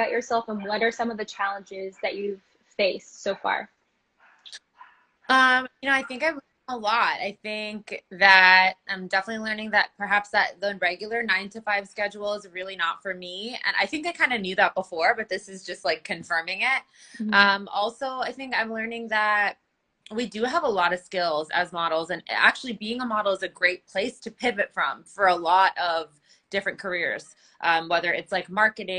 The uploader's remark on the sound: An archived interview from The Pivot Pioneers IG Live Q&amp;A series. An archived interview from The Pivot Pioneers IG Live Q&A series.